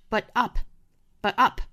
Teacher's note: 后面这个 up 做了重读了所以这个 t 呢就自动省掉音了